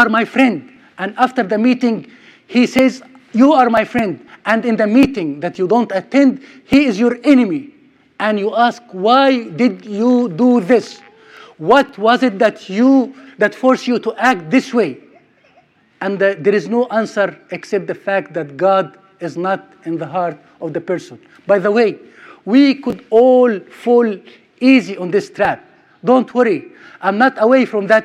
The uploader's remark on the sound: Sermon recorded at Middle East University